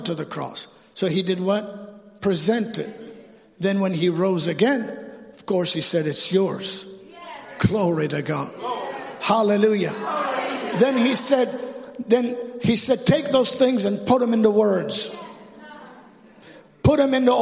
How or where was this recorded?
large echoing room